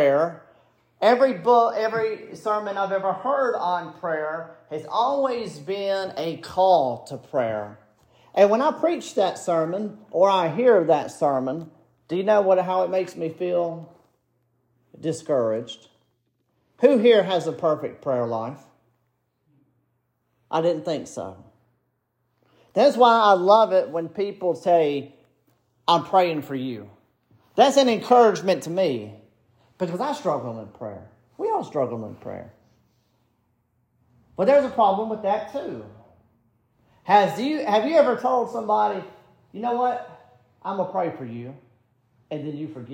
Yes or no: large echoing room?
yes